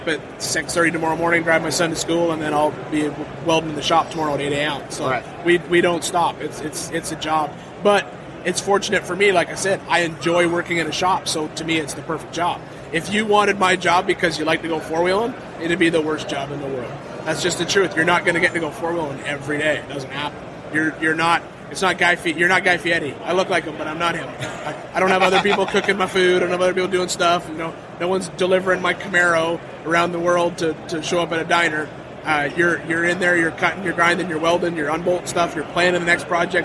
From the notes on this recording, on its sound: recorded a short conversation with various off road leaders during Off Road Expo 2015